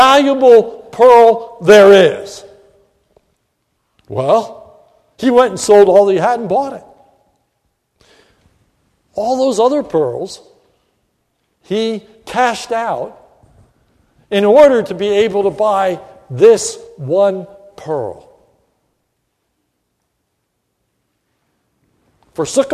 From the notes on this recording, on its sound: This is a sermon recorded at the Lebanon Bible Fellowship Church in Lebanon, PA, on 3/22/2015 during the morning worship service